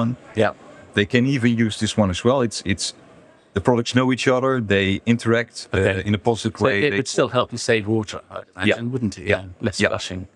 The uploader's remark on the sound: An interview I recorded at the Caravan Salon Dusseldorf.